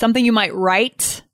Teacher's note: Someone might have heard an S at the end, but I didn't pronounce an S at the end. I was emphasizing write, to write, something you might write, right?